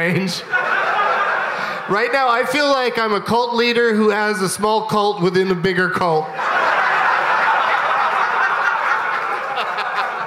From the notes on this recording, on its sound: Live from Skankfest in New York City